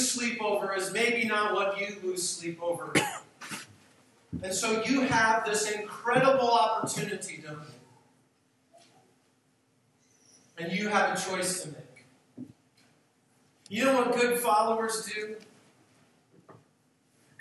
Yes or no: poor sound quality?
yes